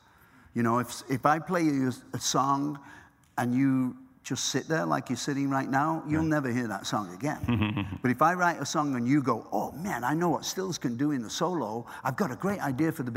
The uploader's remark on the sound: The conversation was recorded on Feb 25, 2016 in front of a live audience at New York's 92nd Street Y.